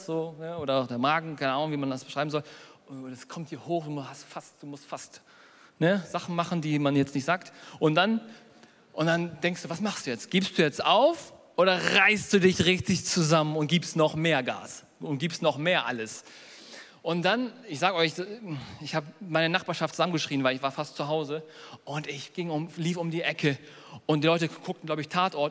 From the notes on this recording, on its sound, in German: Predigt der hoop Kirche.